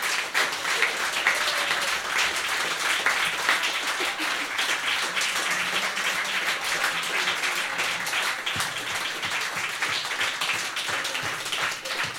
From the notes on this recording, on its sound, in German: Ausschnitte aus der Veranstaltung. Im Monarch, Berlin Auswahl der Beiträge von der „texte von gestern“-Liveshow. Heißen Dank an den Monarch, unser tolles Publikum.